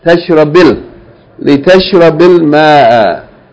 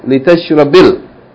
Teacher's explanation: Because the long vowel, when it's followed by Hamza al wasl, is pronounced short. Don't say litashrabil ma'a.